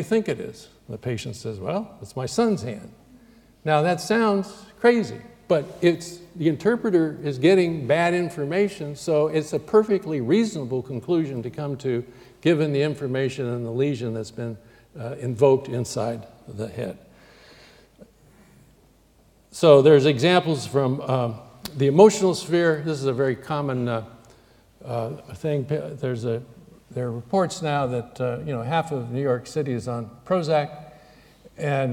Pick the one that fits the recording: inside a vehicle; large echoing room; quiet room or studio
large echoing room